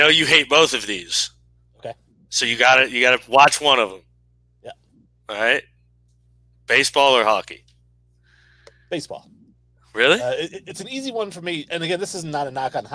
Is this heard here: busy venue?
no